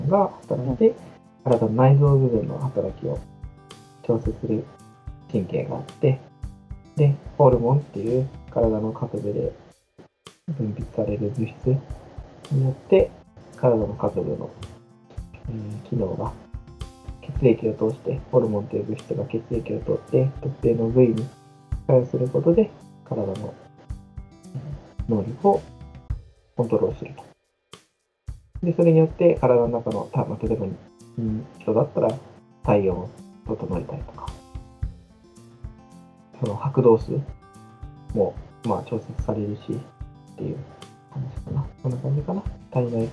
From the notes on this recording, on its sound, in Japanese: 設定ミスで音質が著しく悪いです。聴きにくいですがご理解のほどお願いいたします